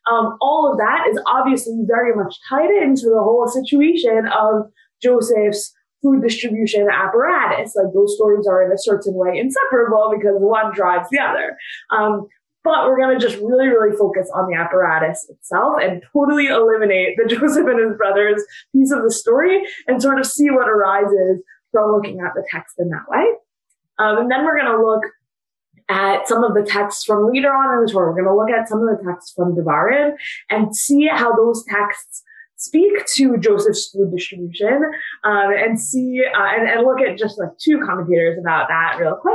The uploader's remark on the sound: This audio was originally captured from Zoom on 01/07/2021 as part of Drisha's Winter Zman.